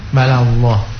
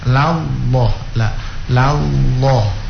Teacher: bala itu masih tipis, Allahnya yang ditebalkan